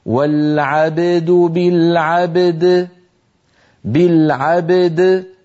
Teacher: ففي مثل هذه الحالة علينا أن نحرص على بيان كل منهما هكذا والعبد بالعبد بالعبد، فنقلقل الباء ونقلقل الدال ولا نأتي بإحدى بقلقلة أحد الحرفين ونهمل الآخر. · Term: حرف قلقلة متتاليين